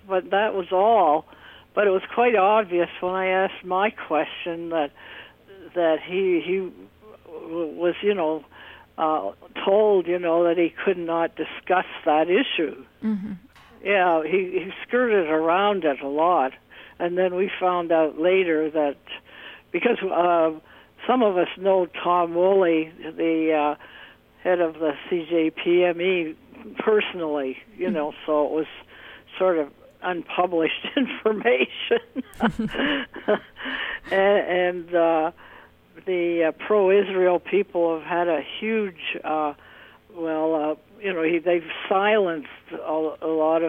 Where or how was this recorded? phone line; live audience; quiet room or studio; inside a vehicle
phone line